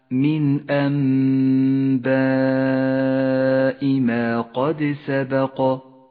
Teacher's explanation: المد المتصل بنفس الكلمة أنباء، تمد هذه الألف الحمراء بمقدار 5 حركات وجوبا · النون الساكنة وبعدها حرف الباء، الحكم هنا إقلاب، تقلب النون الساكنة إلى ميم، تغن الميم بمقدار حركتين